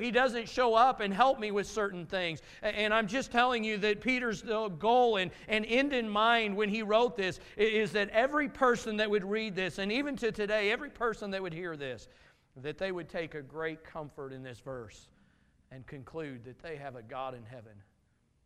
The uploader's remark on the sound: Message from Sunday morning service